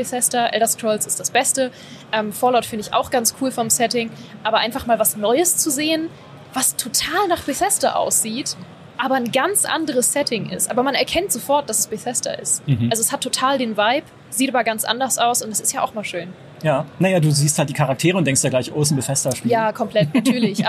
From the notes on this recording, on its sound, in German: Zumindest Letzteres brachte nun die gamescom 2023 in Köln. Im Live-Talk von der Messe.